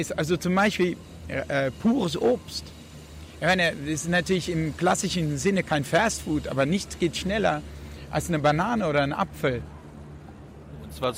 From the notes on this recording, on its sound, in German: auf der re:publica in Berlin aufgezeichnet.